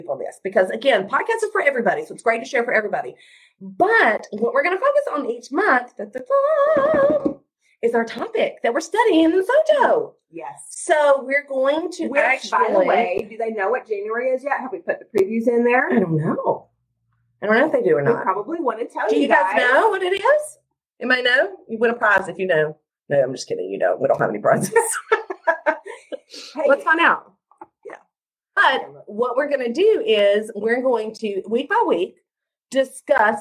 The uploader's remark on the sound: The original audio is from an impromptu (and hilarious) FB Live. So, sorry for not having the best quality audio this time!